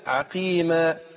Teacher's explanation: شوف القاف برضو مكسورة، طالما القاف هنا مكسورة تاخد أدنى درجات تفخيم